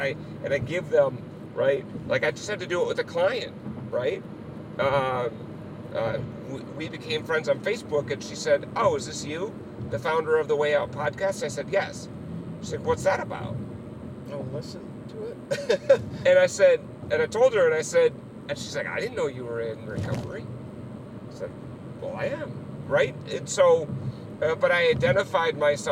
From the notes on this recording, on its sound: The interview was recorded while traveling from Stillwater, MN to Minneapolis MN so you’ll hear the sounds of the road in the background.